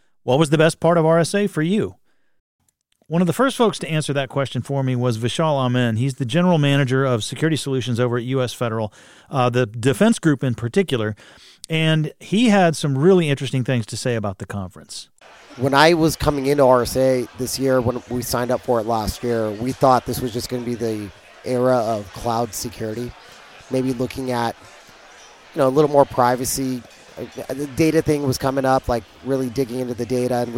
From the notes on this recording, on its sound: conducted live at RSA 2023